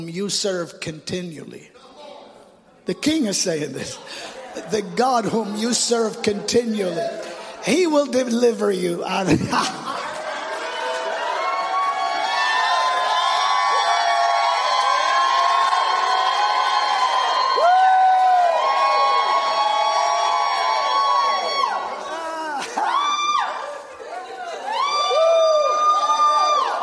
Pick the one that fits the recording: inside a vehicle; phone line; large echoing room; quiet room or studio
large echoing room